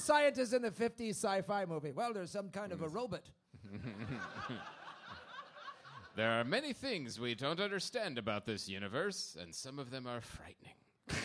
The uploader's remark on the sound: Live from LA Podfest. Live from 2016 LA Podcast Festival.